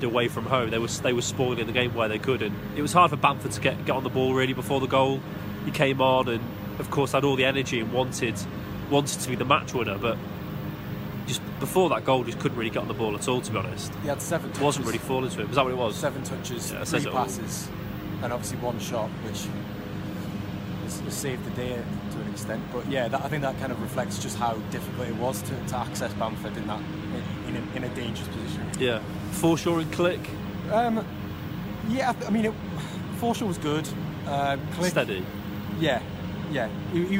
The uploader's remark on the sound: live from Elland Road